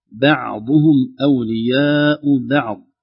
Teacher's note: ترقيق الباء والعين قبل الضاد